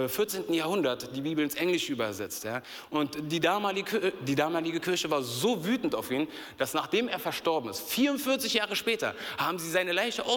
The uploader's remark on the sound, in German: aus unserem Gottesdienst